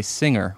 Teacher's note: You say singer, and most people say singer, with no hard G sound between the ng and the R · Term: NG sound